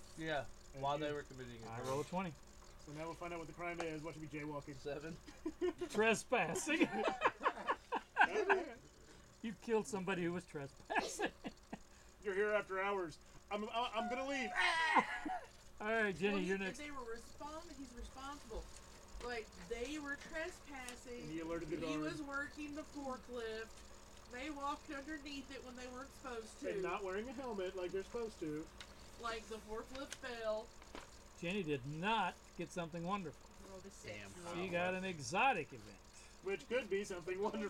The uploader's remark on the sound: Apologies for the sound quality, we have already upgraded some equipment to correct the issue.